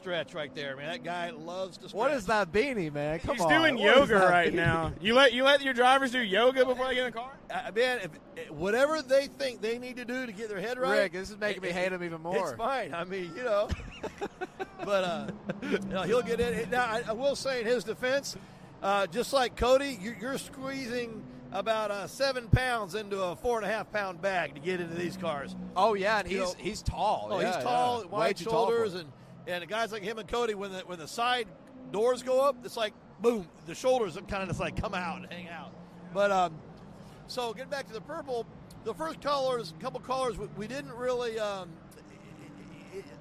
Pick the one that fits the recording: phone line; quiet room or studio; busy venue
busy venue